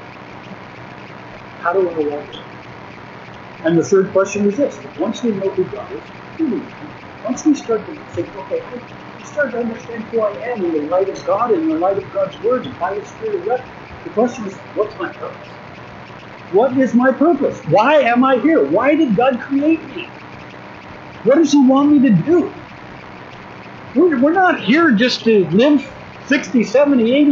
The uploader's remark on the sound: 2023 Winter Retreat Session 1. We apologize for the audio quality.